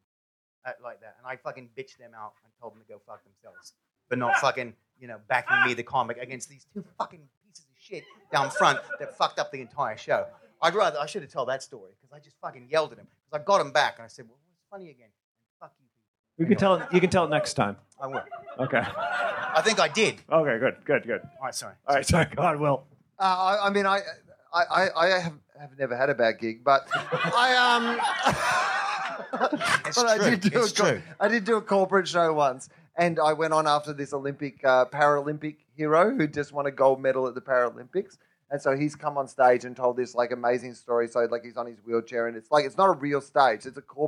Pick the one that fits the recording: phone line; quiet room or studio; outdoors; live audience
live audience